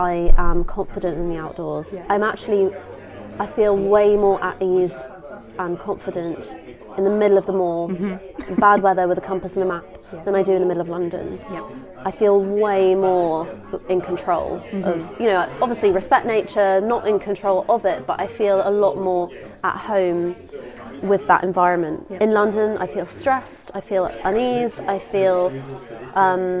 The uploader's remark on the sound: live from the Kendal Mountain Festival